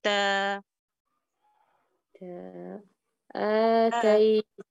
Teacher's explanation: ركزي في الغلقة تبع التاء والفتحة المجهورة